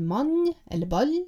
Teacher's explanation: Palatalisering et målmerke som handler om at det kommer inn en j-lyd foran uttalelsen av de doble konsonantene L, N, D og T